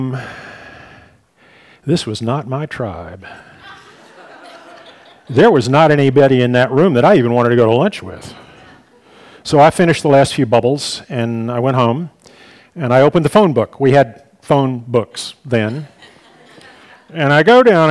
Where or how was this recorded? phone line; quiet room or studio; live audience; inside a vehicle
live audience